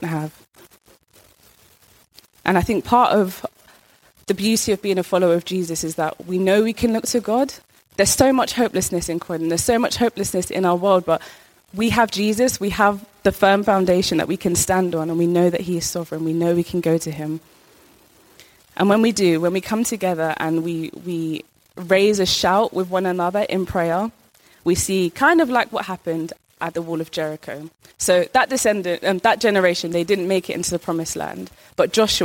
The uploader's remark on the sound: Recorded live at our Sunday Service in Harris Academy Purley, Croydon.